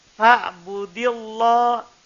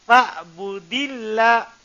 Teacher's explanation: Kalau sebelumnya kasro, tipis. Jadi jangan bilang, fa'budillah. · Shown in: second take